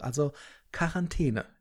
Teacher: Es ist tatsächlich so, dass das nur mit K ausgesprochen wird.